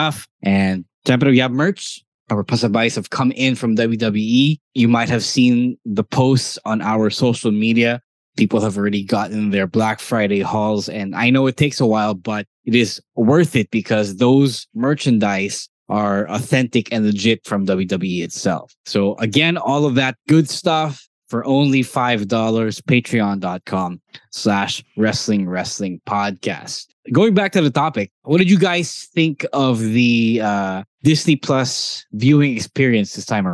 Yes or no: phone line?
no